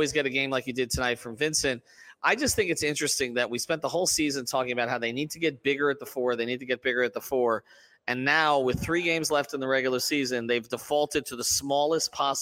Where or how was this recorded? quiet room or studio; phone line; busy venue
busy venue